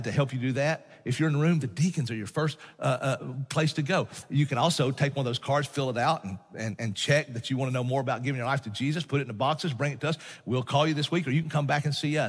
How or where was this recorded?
large echoing room